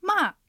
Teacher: 上から下に一気に下がります · Term: 四声